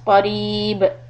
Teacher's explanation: if you stop قَرِيبٌ becomes قَرِيب ba gets a qalqala